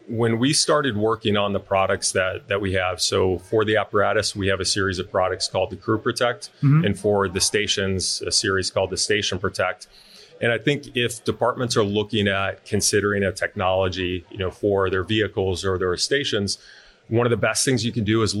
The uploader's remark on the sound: Live at FDIC.